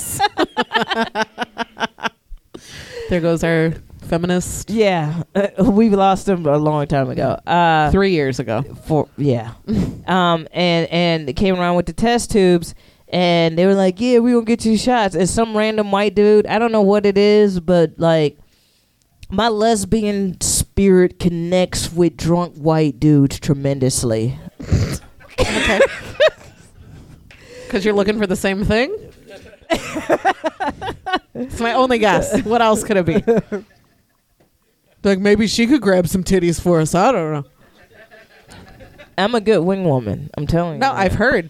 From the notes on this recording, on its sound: Live At Jo's. Their first live show.